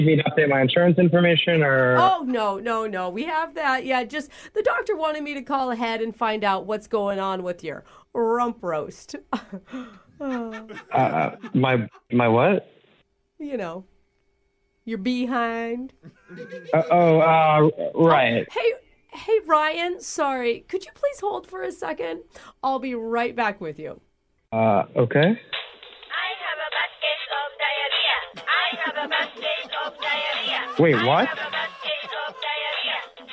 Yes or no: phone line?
yes